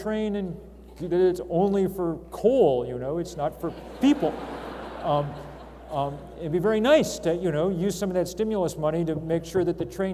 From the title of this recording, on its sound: Yoder Public Affairs Lecture, Question & Answer session